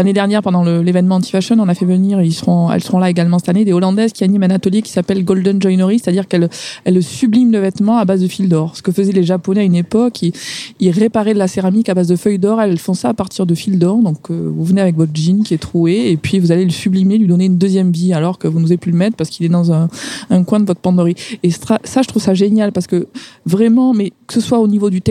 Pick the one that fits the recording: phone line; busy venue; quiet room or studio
busy venue